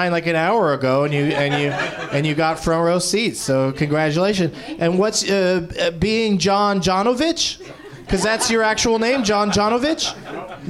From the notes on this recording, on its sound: Live from the NerdMelt Showroom in Los Angeles